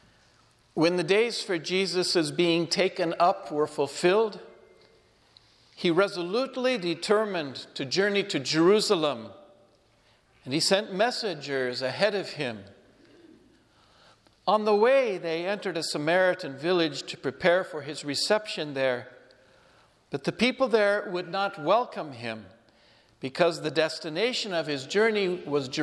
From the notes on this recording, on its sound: Homily delivered at Our Lady of Fatima Church, Spokane.